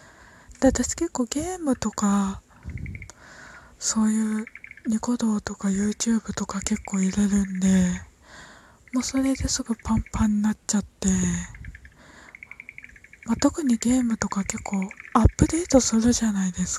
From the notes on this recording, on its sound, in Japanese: 外の音聞こえるけど窓開けて家の中でトーク